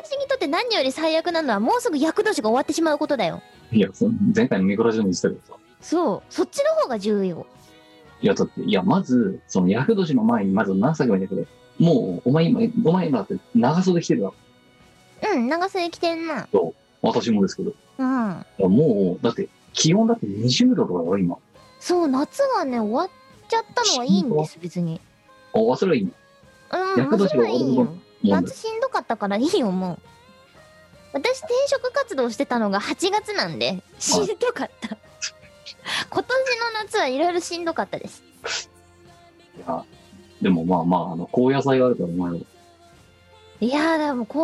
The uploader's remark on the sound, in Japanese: 本番組はリモート収録です。収録時環境の影響により、聴き取り辛い部分があります。